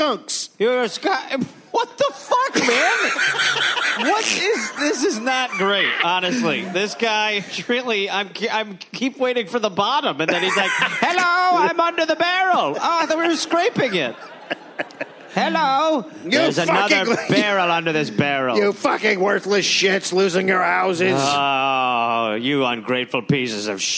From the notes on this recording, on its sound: Recorded live in Portland.